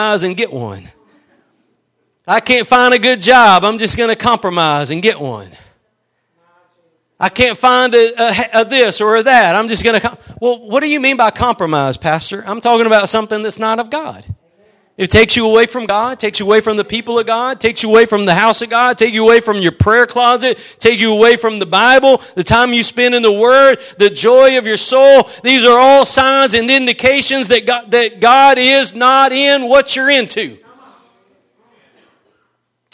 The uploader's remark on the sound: Preached at Gospel Lighthouse in Bossier City, La.